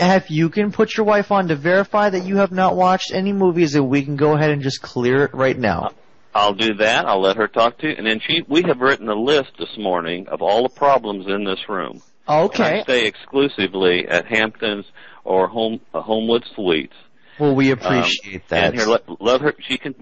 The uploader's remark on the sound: RBCP's Personal Prank Phone Calls Collection